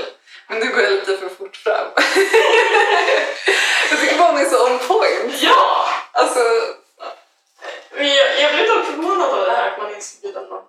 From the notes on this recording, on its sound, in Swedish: JA DET ÄR HEMSKT LJUD I DET HÄR AVSNITTET